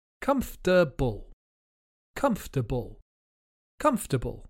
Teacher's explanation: It's difficult because there are only three syllables and two of them are unstressed.